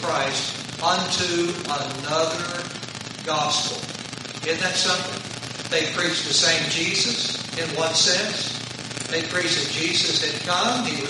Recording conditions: poor sound quality